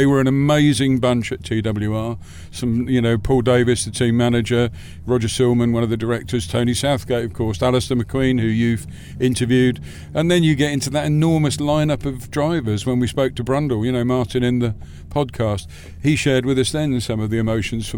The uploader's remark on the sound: Live from Castle Combe. The opening event of the 2023 season of JEC TrackSport track day shows was a truly unforgettable day for all who gathered at the historic Wiltshire circuit of Castle Combe.